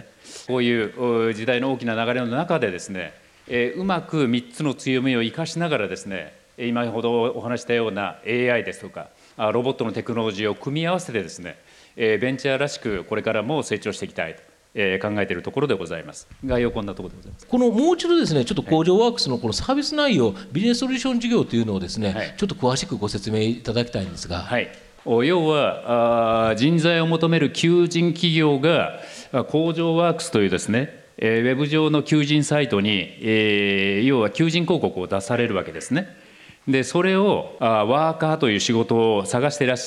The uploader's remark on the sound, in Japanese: 東京・東銀座の時事通信ホールで行われた「ラジオNIKKEI 相場の福の神 注目企業ＩＲセミナー」から